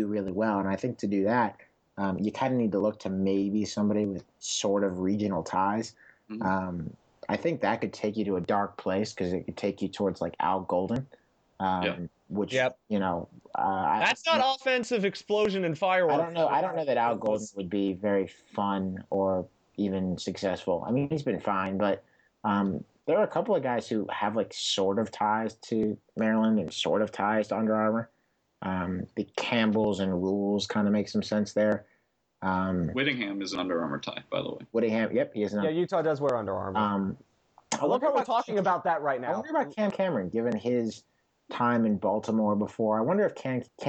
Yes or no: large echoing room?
no